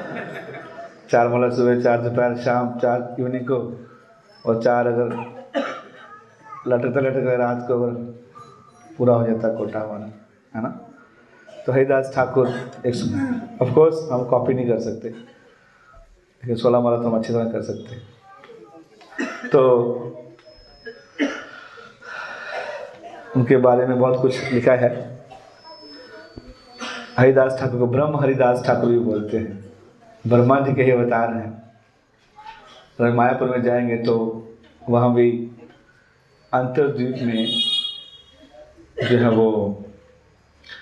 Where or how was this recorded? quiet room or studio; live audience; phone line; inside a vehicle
live audience